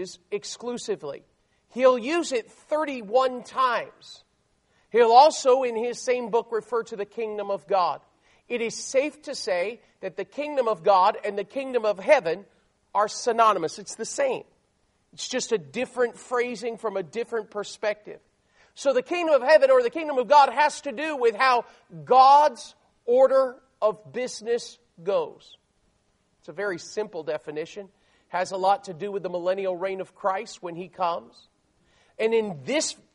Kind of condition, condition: setting, large echoing room